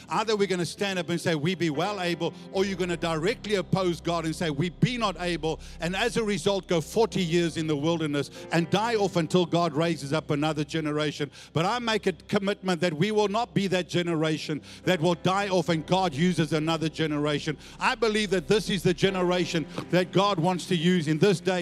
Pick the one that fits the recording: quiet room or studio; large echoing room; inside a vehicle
large echoing room